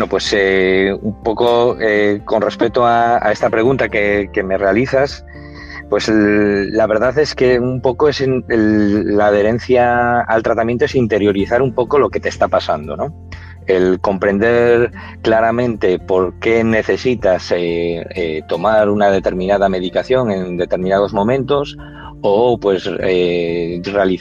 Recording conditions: video call